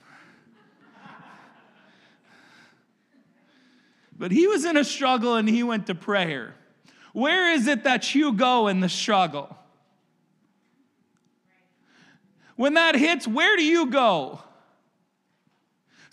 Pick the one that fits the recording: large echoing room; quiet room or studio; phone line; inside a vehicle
large echoing room